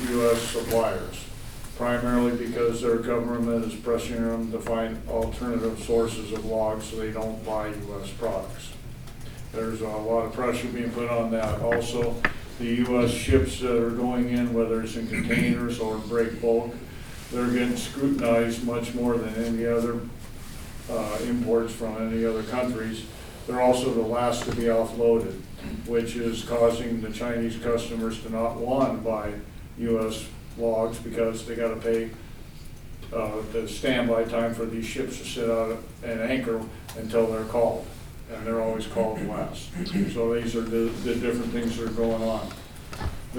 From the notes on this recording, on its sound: Live recording of the Port of Astoria Commission meeting, held at the Seaside Library Community Room